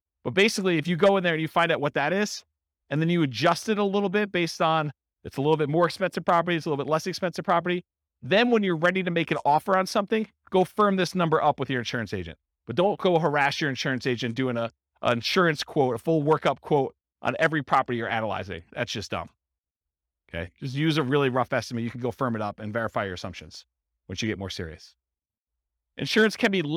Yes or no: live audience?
yes